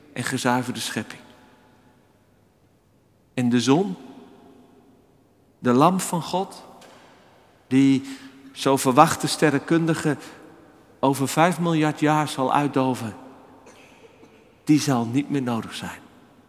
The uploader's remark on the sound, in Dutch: opgenomen op 11 februari 2024 in de Noorderkerk Amsterdam